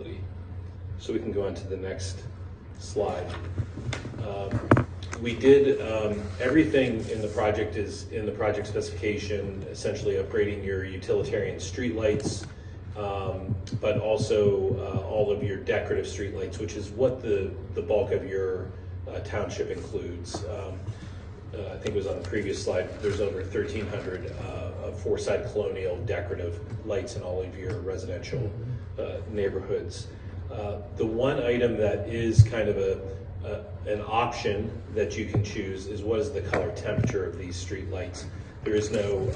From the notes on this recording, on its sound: NewtownPA Board of Supervisors public meeting. This is an audio recording of the presentation and Q&A session that followed.